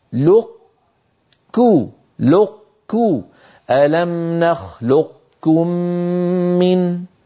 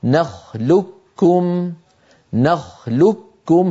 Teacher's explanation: أغلب الرواة أغلب حتى القبائل كان يدغم القاف في الكاف فيقول نخلقكم نخلق، فينطق كافا مشددة لا يبقى للقاف في النطق أثر · Shown in: second take